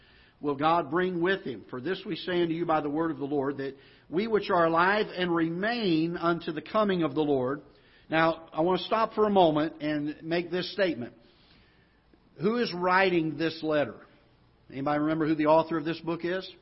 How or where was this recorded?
large echoing room